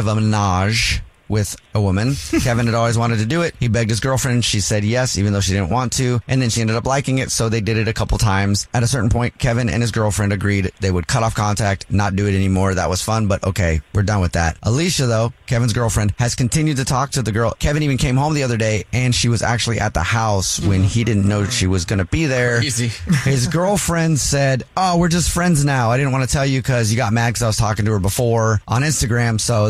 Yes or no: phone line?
yes